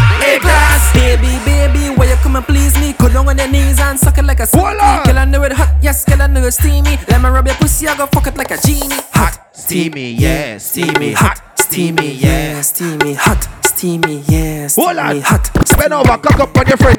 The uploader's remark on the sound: Live At Soca Mazza Grand Canaria Pyjama Lingerie Party. We Got The 2nd To Last Set Of The Event And Went With The Flow.